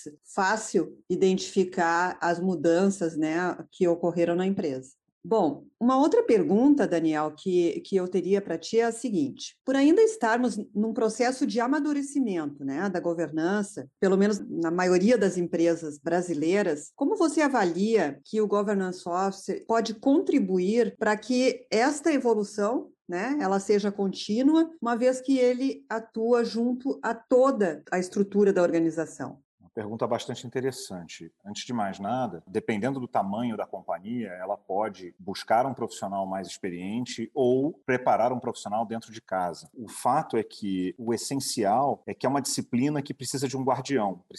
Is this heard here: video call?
yes